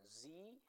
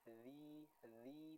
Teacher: Dengan mempertemukan ujung lidah kita dengan gigi seri bagian atas. · Shown in: second take · Term: huruf dzal